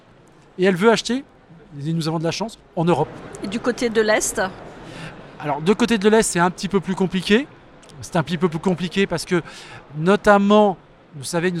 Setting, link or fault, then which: setting, busy venue